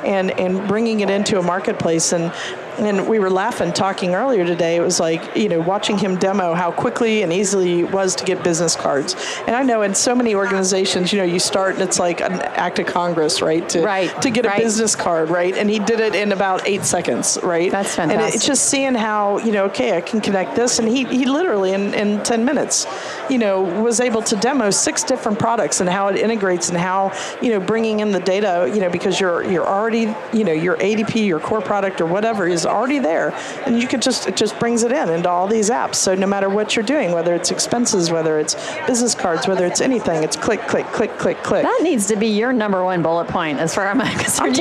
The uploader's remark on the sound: LIVE from Las Vegas, at #HRTechConf